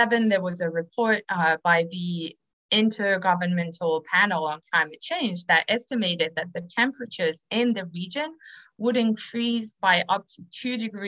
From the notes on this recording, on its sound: This public talk was conducted online via Zoom on Thursday, 5 May 2022, from 8.00 pm to 9.30 pm (SGT).